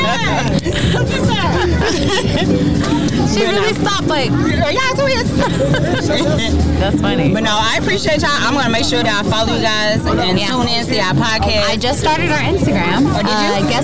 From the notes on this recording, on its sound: The Guess What Crew and affiliated network are live once again, checking out and supporting the local community and Vegan Food Vendors at a FOOD TRUCK FRIDAY event in the Phoenix Valley area.